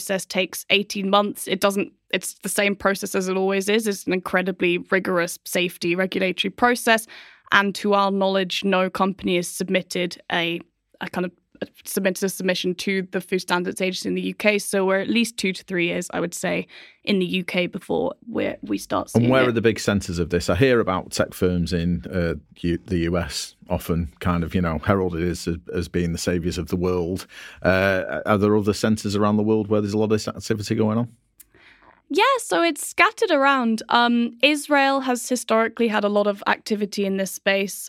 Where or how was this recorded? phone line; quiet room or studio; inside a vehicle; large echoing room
quiet room or studio